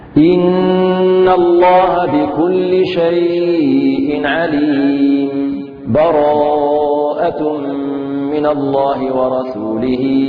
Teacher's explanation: إذن سأقف فقط على عليم. عليم لحظة دون تنفس ثم براءة. إن الله بكل شيء عليم. · Term: السكت